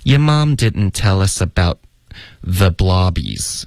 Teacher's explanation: your mom didn't 的特省略，your mom didn't tell us about。About 的特也会省略